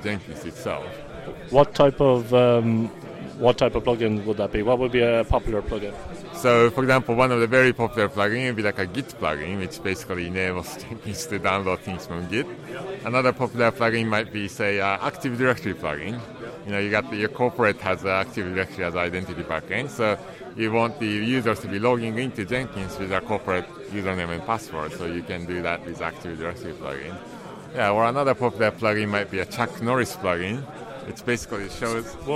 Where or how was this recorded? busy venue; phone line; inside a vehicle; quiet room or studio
busy venue